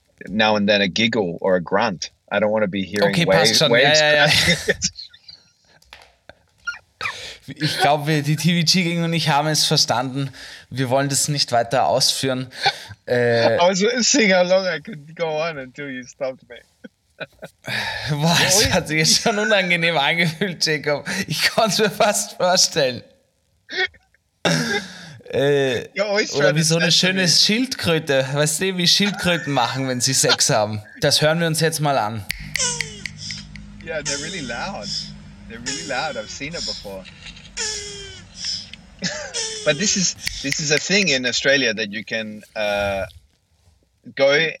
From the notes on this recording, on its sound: recording from a rental car in Australia